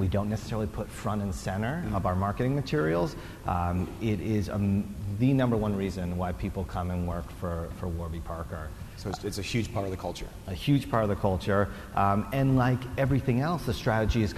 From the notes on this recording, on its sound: Recorded at the Forbes 30 Under 30 Summit in October 2016.